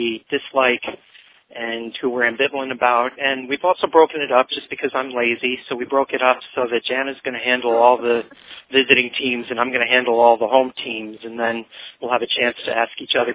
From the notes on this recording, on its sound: fan interaction via phone